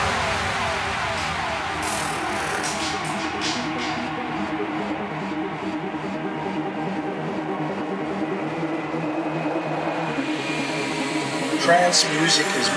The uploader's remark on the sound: DJ-Set recordet at the beautiful "Magica Castle Open Air", August 2017